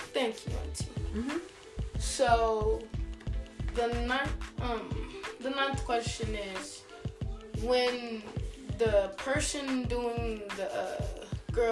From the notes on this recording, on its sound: This week my nephew who is 11 years old sits down with me. Please excuse me for not having my mic.